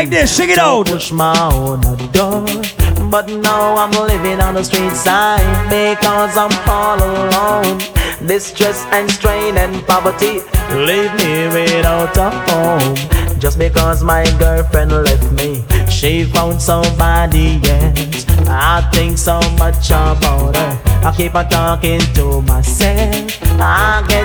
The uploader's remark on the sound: Live audio recording of my set at island saturdays on june 11.